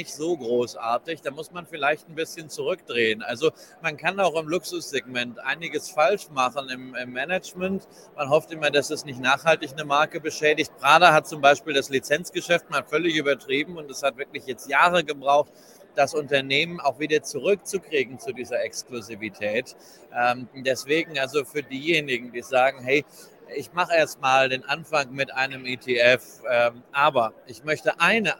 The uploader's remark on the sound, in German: Der Experte live auf der Invest in Stuttgart.